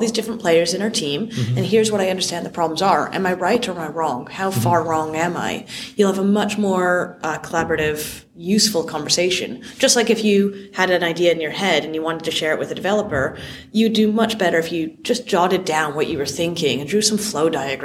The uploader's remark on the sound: at the Product Elevation Elevation 2022 conference in Dublin